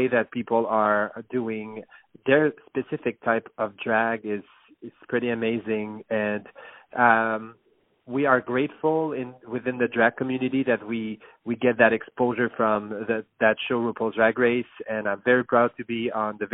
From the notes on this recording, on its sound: On the phone